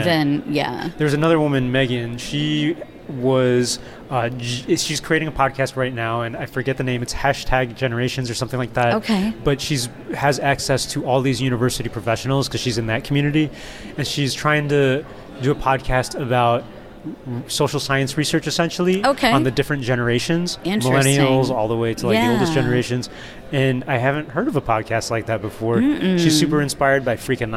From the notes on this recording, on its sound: SXSW EDU Live. Recorded in the middle of South-by-Southwest (SXSW) EDU 2018.